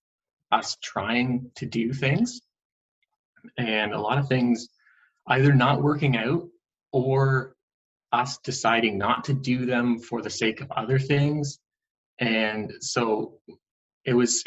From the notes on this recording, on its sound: First Zoom interview was more than a success!